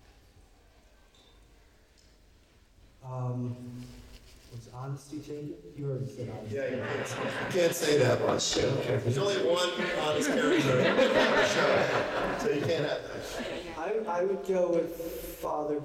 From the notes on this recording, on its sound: This podcast was recorded during San Diego Comic-con 2022 as part of AMC press conference